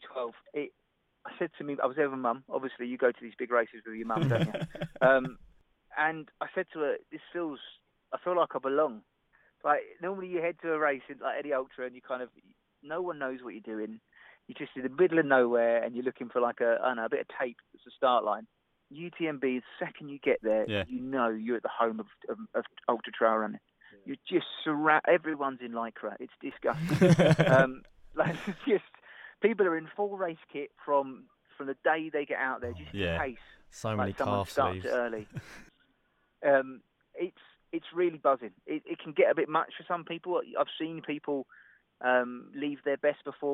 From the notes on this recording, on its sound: so we got him on the phone